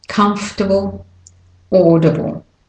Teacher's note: And you go from the F to the T, comfortable, able, audible. So usually the A and the I in A-B-L-E and I-B-L-E are schwas, the weak form, except for the word able.